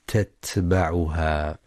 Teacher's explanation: وينتبه القارئ لصفة الهمس والشدة في حرف التاء في كلمة تتبعها